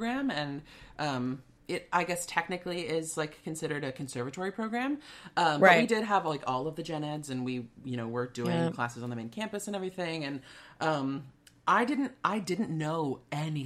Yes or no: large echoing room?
no